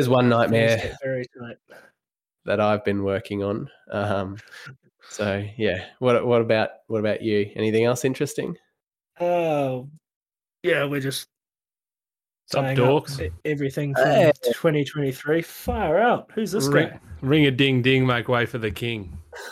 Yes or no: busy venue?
no